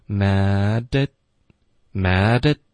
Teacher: mad 跟 at 连读， at 我们就把它弱读成一个 at，然后 t 的音省略